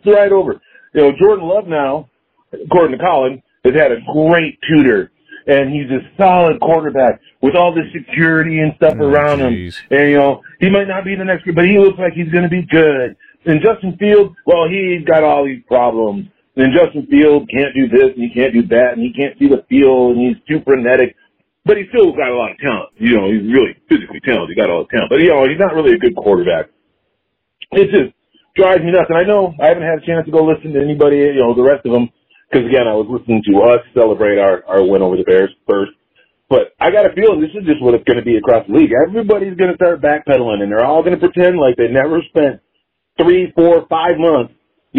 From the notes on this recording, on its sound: Packers fans call